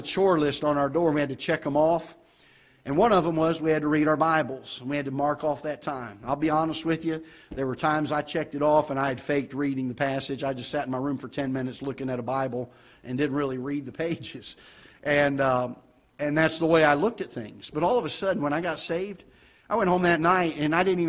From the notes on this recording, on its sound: Ketha Heights Baptist Church ~ Live Broadcast.